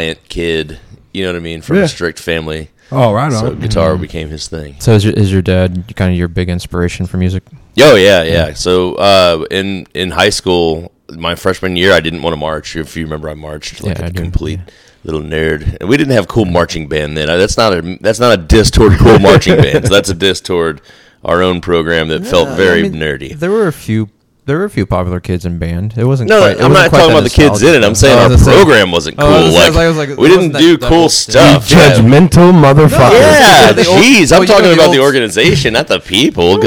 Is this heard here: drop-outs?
no